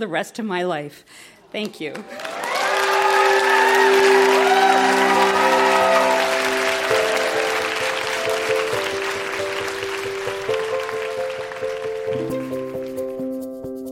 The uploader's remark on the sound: Recorded live at the Royal Cinema in Toronto.